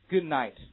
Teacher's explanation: 前面一个辅音失去它读音 · Term: 失去爆破